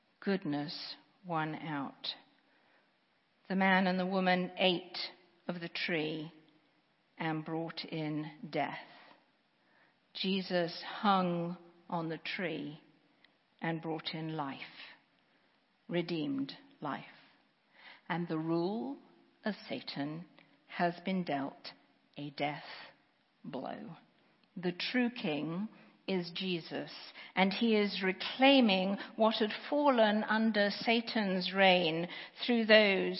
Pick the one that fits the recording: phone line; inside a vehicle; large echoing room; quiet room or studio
large echoing room